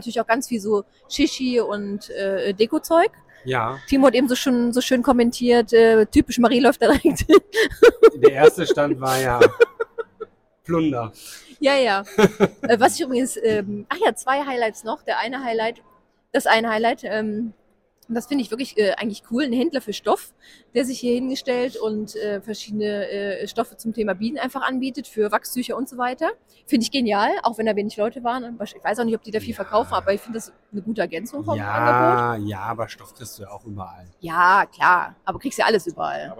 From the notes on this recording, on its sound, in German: live beim Apisticustag in Münster